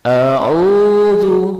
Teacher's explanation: Ciri khas iramanya ya terletak pada bacaan au. Kalau bacaan nahawan a'udzu, iramanya langsung naik. A-nya turun, u-nya langsung naik.